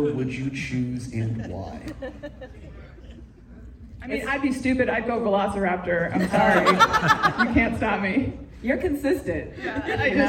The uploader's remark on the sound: we hear the NYC IMAX Q&A